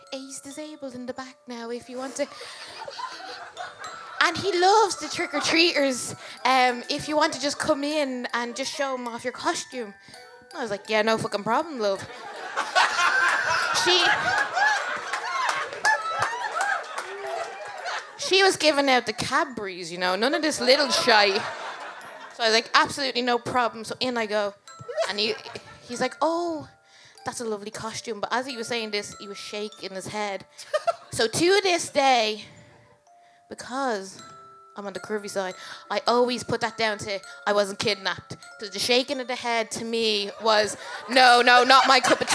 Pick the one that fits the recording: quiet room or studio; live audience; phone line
live audience